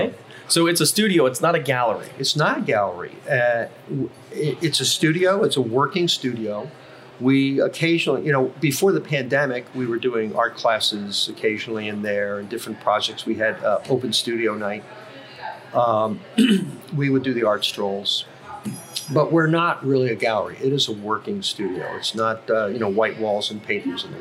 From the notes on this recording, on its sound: We shot live, on location, at Coffee House 1420 in beautiful Vero Beach, FL.